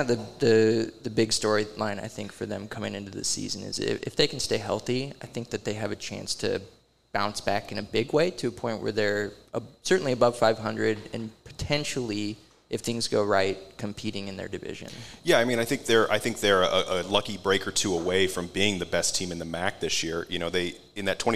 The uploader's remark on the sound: LIVE at Hail Varsity Club! Record LIVE at LaVista, Nebraska’s Hail Varsity Club.